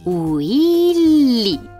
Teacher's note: Prima la tua bocca si chiude lievemente, le tue labbra si contraggono per emettere il suono della V doppia e si distendono per emettere quello della I. Poi la tua lingua tocca la porzione anteriore del palato, dietro i denti, per pronunciare le L e le tue labbra si distendono di nuovo come se stessi ridendo per pronunciare la I.